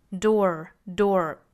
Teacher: lived right next door,最后的这个 door 需要卷舌啊